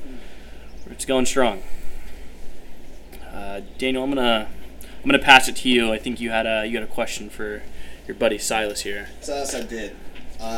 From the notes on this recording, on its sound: Sorry about the wind throughout it was windy outside